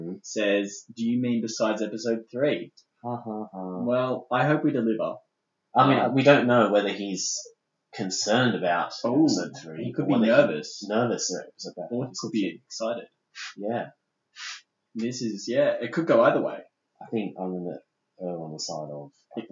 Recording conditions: poor sound quality